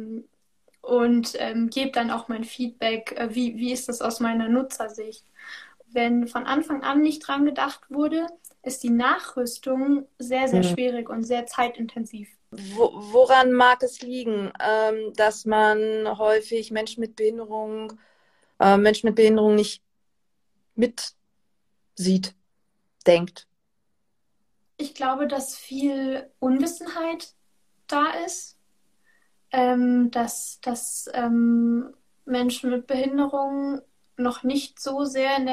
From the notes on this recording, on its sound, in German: In einem Instagram-Live sprach sie am 27.